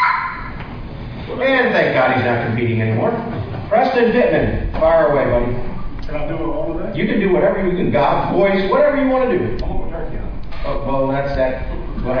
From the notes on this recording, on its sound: Grand National Turkey Calling Champions Panel from the 2018 NWTF Convention and Sports Show in Nashville. This is a panel of 7 or 8 of the former Grand National Turkey Calling Champions.